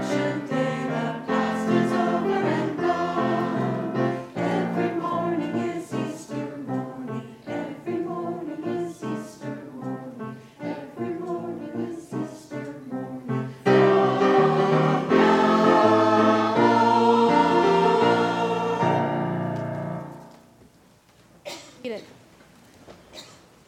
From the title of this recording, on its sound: live Worship Easter Sunday April 9th, 2023